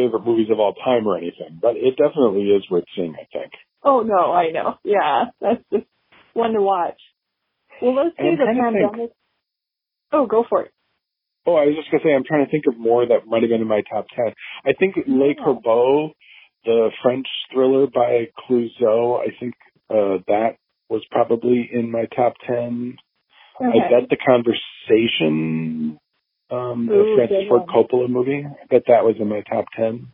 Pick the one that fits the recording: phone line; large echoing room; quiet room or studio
phone line